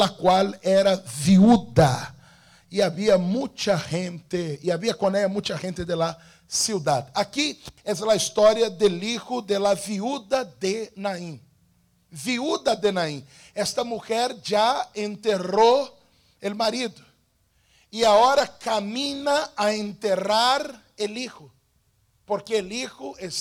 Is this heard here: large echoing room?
yes